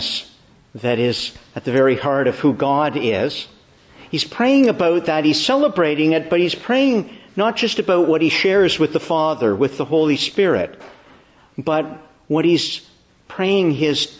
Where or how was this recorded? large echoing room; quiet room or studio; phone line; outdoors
large echoing room